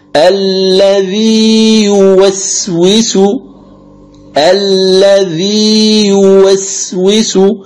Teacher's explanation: يتنبه للفصل بين الواوين أو الياءين حذرا من الإدغام أو الإسقاط الكل أو الجزئي · Term: مد التمكين